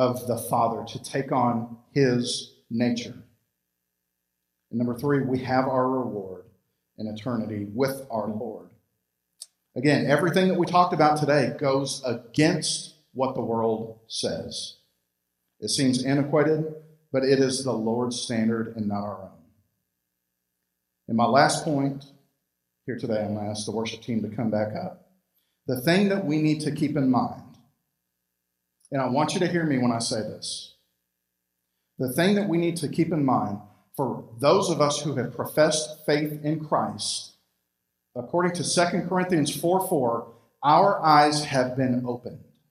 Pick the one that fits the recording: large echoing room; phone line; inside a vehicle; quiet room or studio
large echoing room